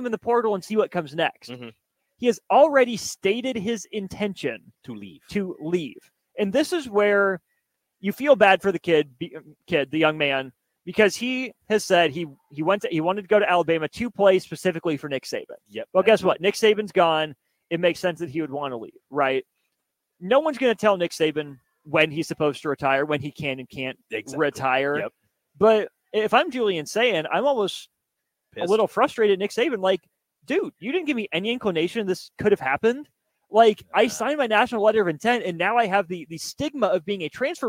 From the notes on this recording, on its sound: LIVE from CHI Health Center